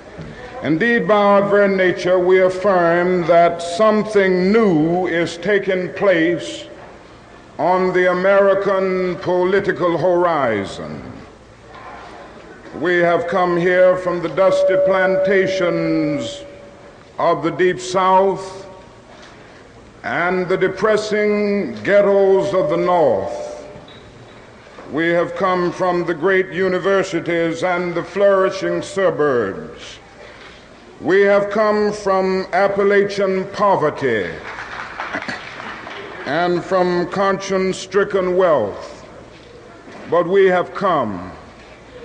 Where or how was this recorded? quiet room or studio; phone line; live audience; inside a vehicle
live audience